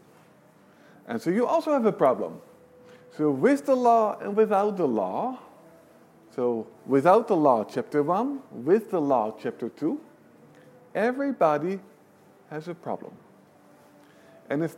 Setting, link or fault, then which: setting, live audience